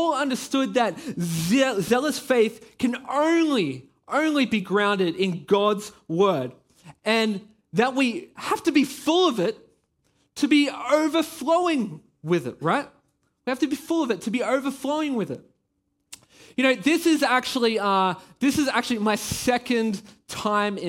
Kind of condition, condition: setting, large echoing room